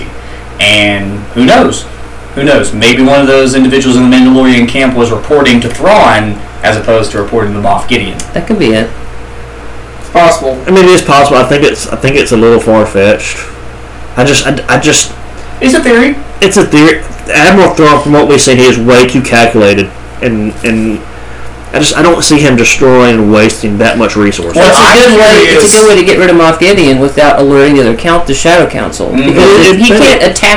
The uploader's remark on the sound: This short but very special episode was recorded live on a single microphone so please forgive the audio quality. Traveled to Virginia this week to attend the wedding.